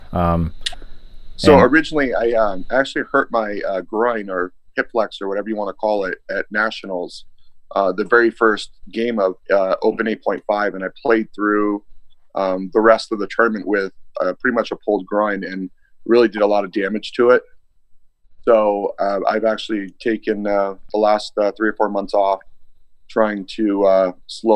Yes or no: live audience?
no